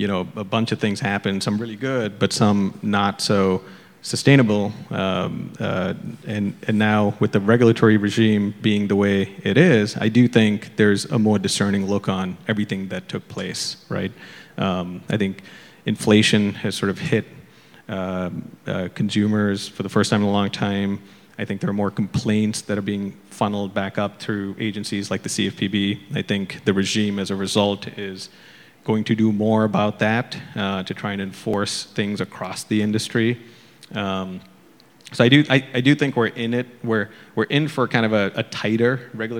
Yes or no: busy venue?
yes